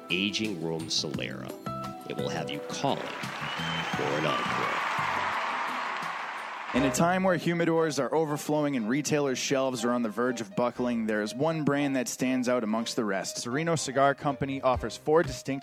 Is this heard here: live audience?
yes